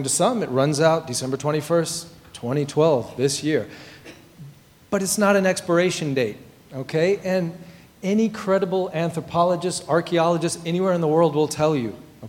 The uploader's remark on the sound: Recorded before a live audience at the Computer History Museum.